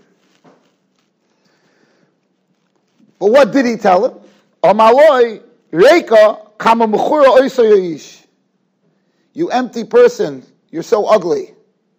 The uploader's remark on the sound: Shiur recorded in Yeshivas Ohr Reuven, Monsey, NY.